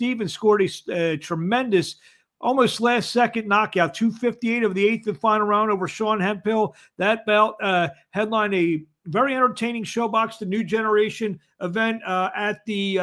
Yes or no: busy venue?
no